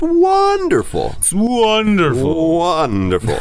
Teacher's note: make that first syllable, the one, kind of a bit stronger, a bit more emphasis